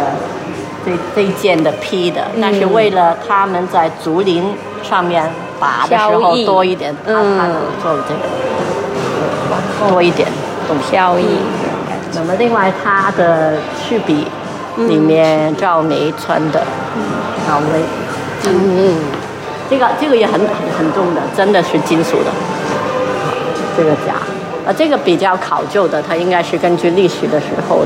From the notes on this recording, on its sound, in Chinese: 无中生有 — 香港电影美术及服装造型展 特约观展团。这一期是导览的录音。